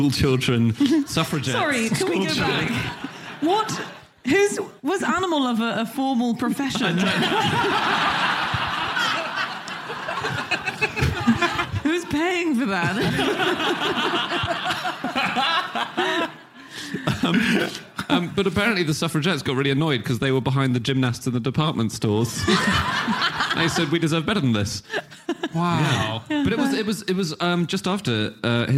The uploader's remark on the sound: Live from Dublin